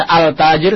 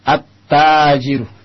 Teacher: lam ini melebur dengan ta, dia beri tasdid · Shown in: second take · lalu kita baca at-tajiru. · Term: al-huruf asy-syamsiyah